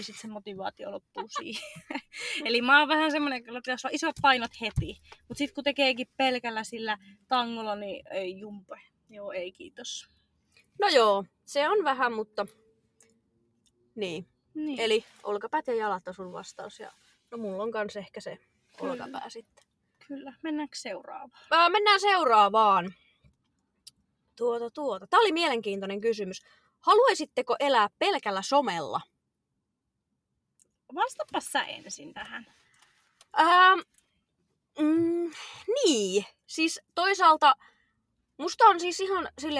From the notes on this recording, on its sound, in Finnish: Ettei jaksosta spesiaali puutu on tämä äänitetty autossa.